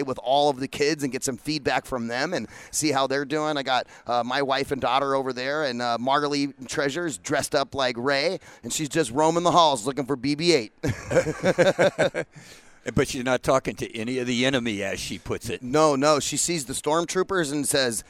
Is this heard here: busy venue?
yes